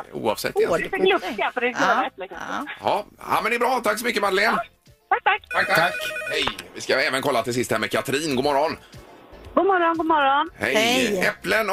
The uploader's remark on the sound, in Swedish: Dessutom ringer en hemlig kändis från kommande deltävling i Melodifestivalen in i Vem E Detta Nu Då